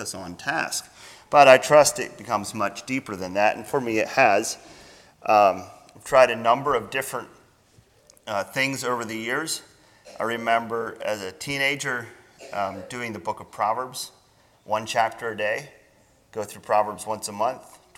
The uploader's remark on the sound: Sermon Recorded at Millmont Mennonite Church on 01-07-24